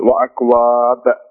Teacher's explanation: إذا وقف يصير معنا حرف الباء والباء من حروف إيش القلقلة